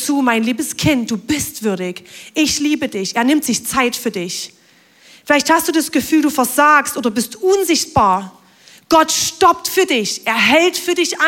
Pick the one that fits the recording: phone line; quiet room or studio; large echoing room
large echoing room